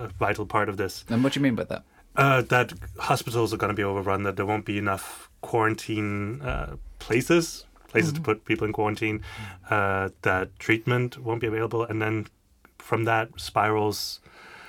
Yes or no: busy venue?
no